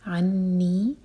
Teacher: اس کے بعد ہے عنی، عین حلق سے نون پر غنہ، نون پر شدہ ہے تو نون کو ہول کریں گے اور پھر دو حرکہ کھینچیں گے